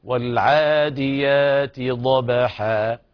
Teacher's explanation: والعاديات ضبحا، لا نقول والعاديات ضبحا كما يقرأ بعض الناس، هذا خطأ. الصواب مد الألف حركتين مدا عوضا عن التنوين المحذوف، مد عوض عن التنوين المحذوف، فنقول والعاديات ضبحا هكذا بسلاسة بدون تكلف.